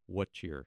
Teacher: What I came up with is that the T sound is not sounded, so it's, and it's also sort of that the two words are joined together, so it's what cheer. · Term: drop the T